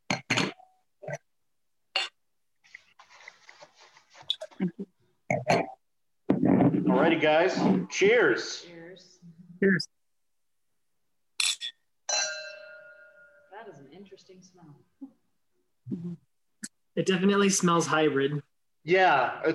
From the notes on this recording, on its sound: Started plotting to do a podcast over Zoom. This is my first official Zoom Podcast, and there will be more to come in the future.